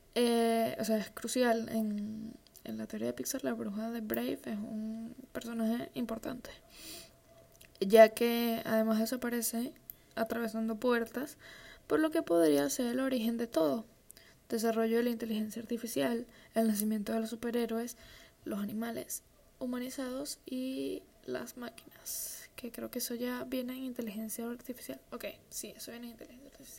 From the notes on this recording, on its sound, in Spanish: Con ruido de un optra de fondo.